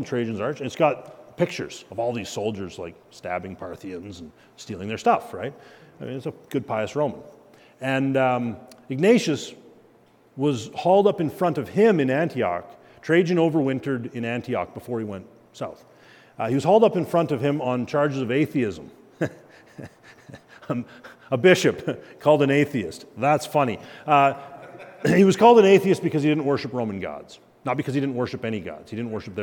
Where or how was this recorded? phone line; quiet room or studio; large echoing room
large echoing room